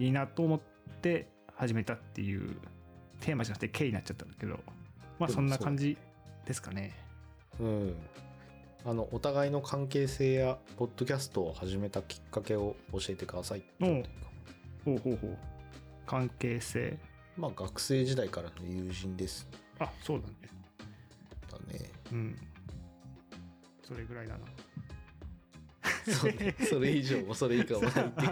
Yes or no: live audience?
no